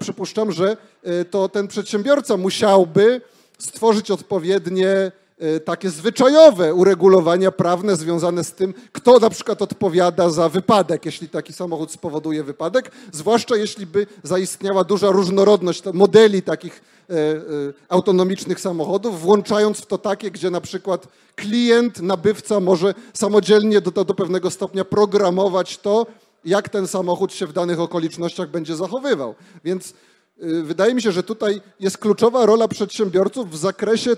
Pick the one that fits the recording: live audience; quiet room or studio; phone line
live audience